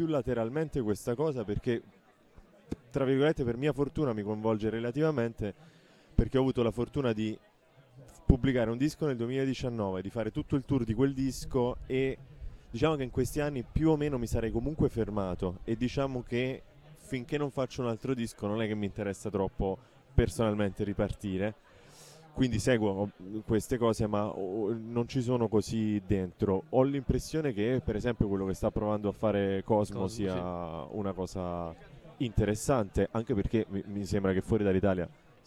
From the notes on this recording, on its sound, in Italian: La diretta di Sanbaradio a Poplar. A Trento. Nella sezione cult del festival.